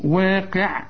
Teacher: والقاف اخر درجات التفخيم، واقع والعين دائما مرقق.